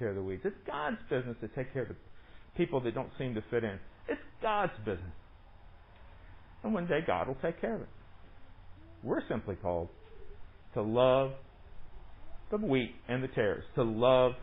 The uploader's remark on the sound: Recorded during worship on Sunday, July 19, 2020, under the pavilion